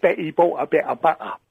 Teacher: that is a glottal stop, where they miss out the T and everything